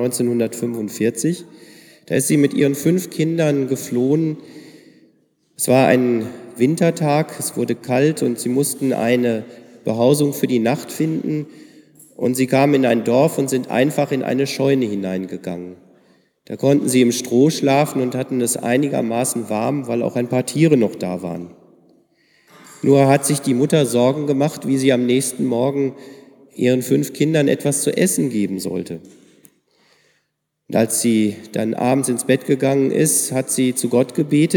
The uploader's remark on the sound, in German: im Tauferinnerungsgottesdienst in der Martin-Luther-Kirche